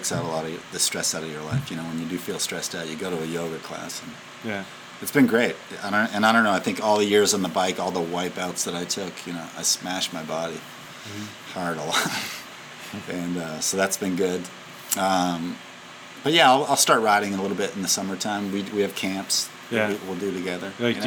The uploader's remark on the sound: at the Calgary Bike Show